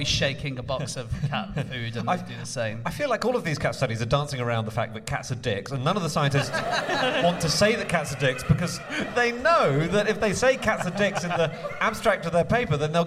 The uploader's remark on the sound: Live from the London Podcast Festival